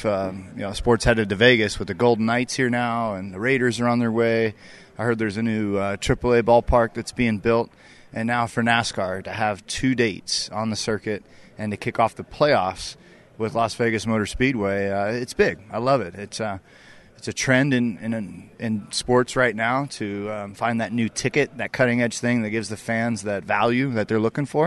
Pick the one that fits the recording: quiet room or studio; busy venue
busy venue